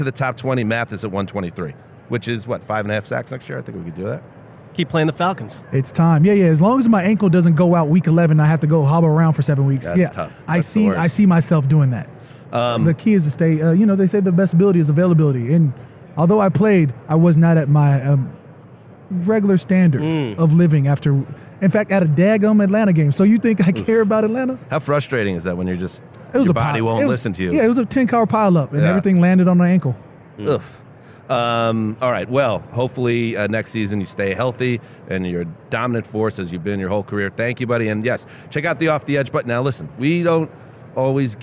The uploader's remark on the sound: In a convention center full of heroes. On radio row LIVE from Las Vegas.